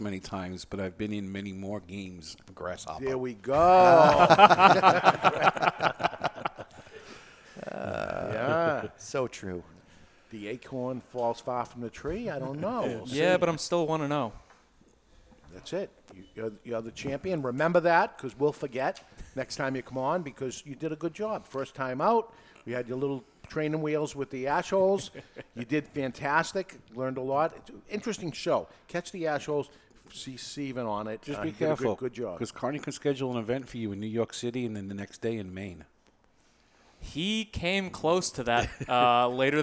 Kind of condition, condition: setting, live audience